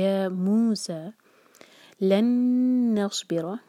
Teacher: نون پر ٹائم دیں گے، ادغام ہے یہاں پر غنہ کے ساتھ